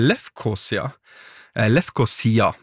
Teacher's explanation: Lefkosia, med trykk på siste stavelse, og det er jo der vi har hentet trykket ifra også, fra gresken, men som har gjennom en hel serie med morsomme tilfeldigheter fått navnet Nicosia på mange andre språk.